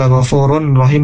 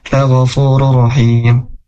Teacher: Nah, huruf ra, huruf ra'rur rahim ini idgham bila gunnah, tanpa gunnah, huruf tanwin dhammah, tanwin dhammahnya masuk ke huruf ra yang kedua · Shown in: second take